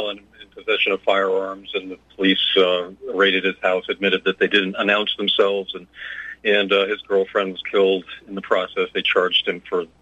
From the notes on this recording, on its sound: Your phone calls